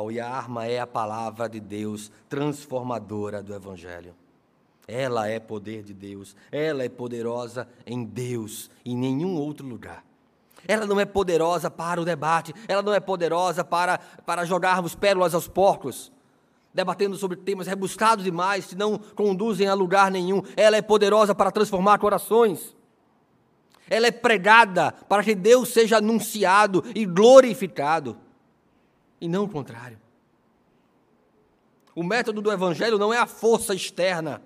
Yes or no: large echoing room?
yes